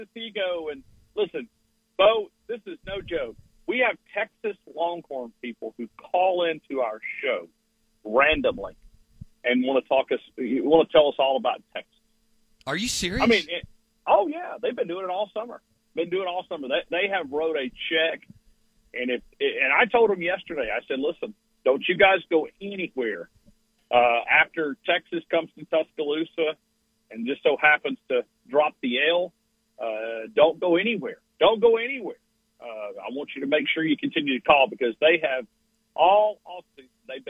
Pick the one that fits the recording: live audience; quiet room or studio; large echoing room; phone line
phone line